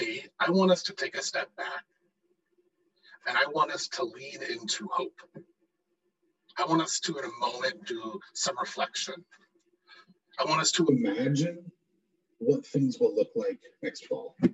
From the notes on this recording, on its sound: We experienced technical difficulties this week, please forgive the poor audio quality!